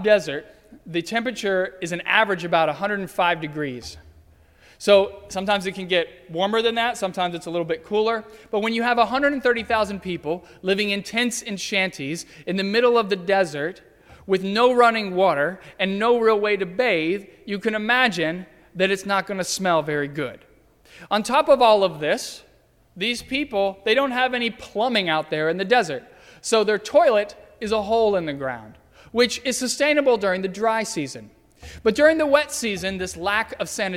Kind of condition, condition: setting, large echoing room